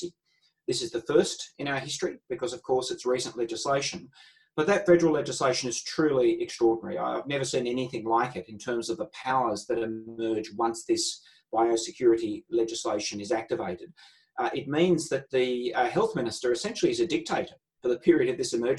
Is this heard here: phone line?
no